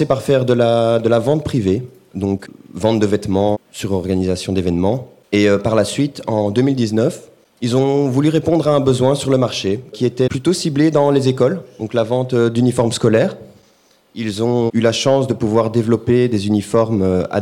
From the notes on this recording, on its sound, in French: Transforma accueillait le festival du podcast #PodBxl, organisé par The Podcast Factory Org en collaboration avec BadGeek. Pour l’occasion nous avons enregistré un épisode spécial de Meet The Transformers, en live !